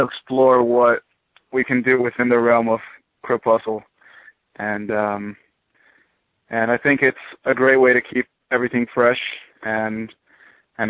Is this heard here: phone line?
yes